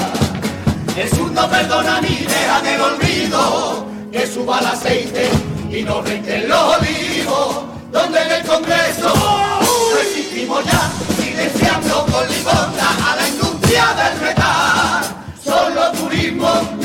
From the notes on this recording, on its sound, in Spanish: En directo desde el Gran Teatro Falla de Cádiz. Retransmisión del Concurso Oficial de Agrupaciones Carnavalescas del Carnaval de Cádiz 2024 en Onda Cero Cádiz.